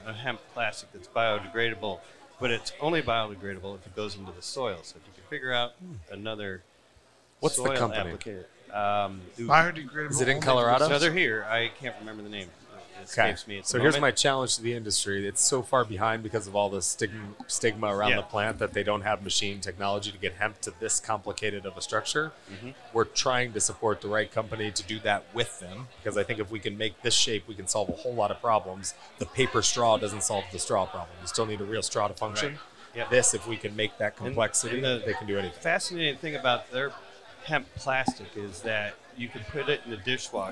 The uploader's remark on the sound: Recorded at MJUnpacked NYC